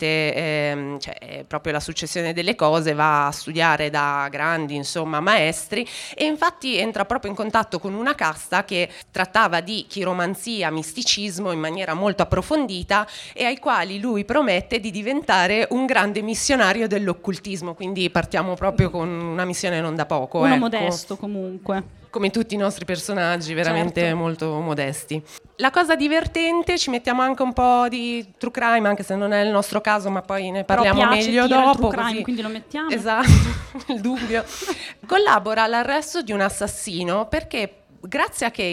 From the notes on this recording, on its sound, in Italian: In questo episodio speciale vi proponiamo la registrazione fatta al Podfest di Parma.